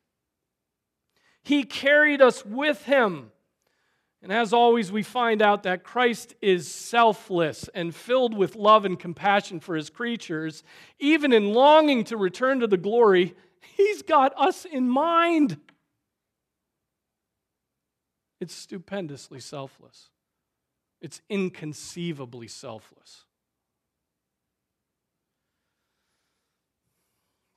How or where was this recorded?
large echoing room